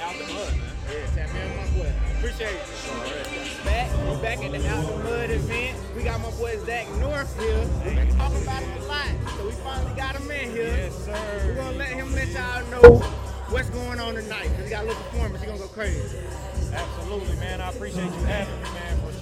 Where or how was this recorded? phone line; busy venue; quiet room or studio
busy venue